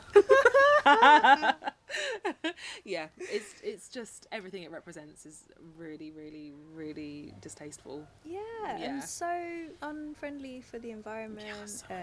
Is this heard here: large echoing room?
no